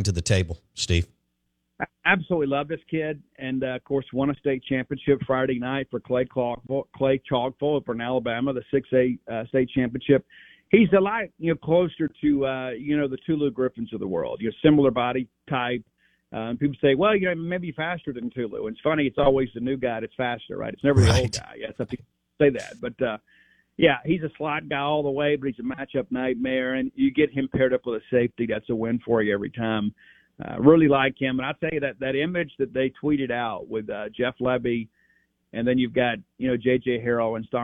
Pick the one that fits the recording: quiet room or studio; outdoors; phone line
phone line